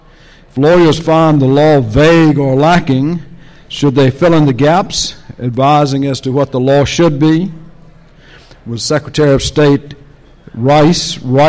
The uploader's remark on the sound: The Federalist Society's International & National Security Law Practice Group presented this panel discussion at the 2006 Annual National Lawyers Convention.